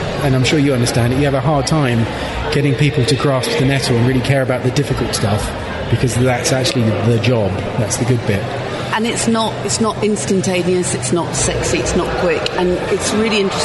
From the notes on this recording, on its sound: chat with some fine folks at IMATS London